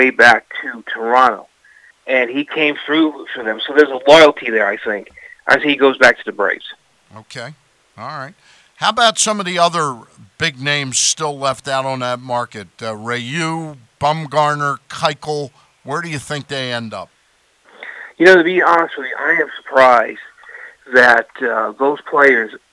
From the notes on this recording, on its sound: will be on the phone